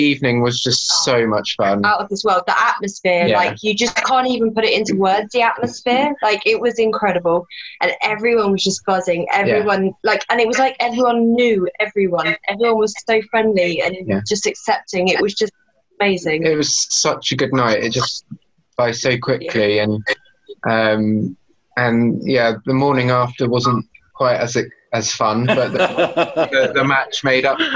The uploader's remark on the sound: On a UK Seahawkers Zoom call. We hear stories, memories and more from several UK Seahawkers and some of our US pals too.